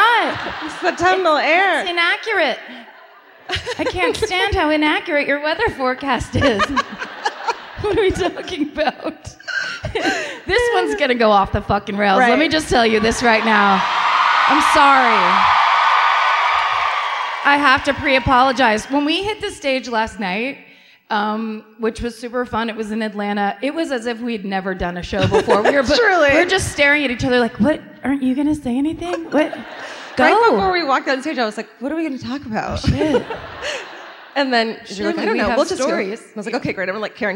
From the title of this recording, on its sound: Live in Austin